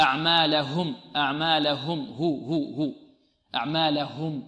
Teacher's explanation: لابد أن تضغط على الهاء، الهاء هذه عند اللغويين يعتبرونها حرفا خفيا فتحتاج إلى إيضاح وتحتاج إلى تبيين، ولذلك وصلت في هاء الكناية بواو بعد الضم وبياء بعد الكسر تقوية للهاء.